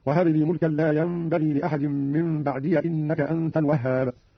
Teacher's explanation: قرأ قالون بفتح الياء من بعدي وصلا